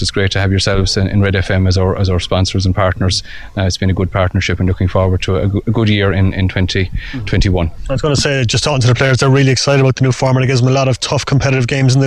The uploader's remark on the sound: live from Pairc ui Chaoimh to celebrate the launch of the RedFM Hurling Leagues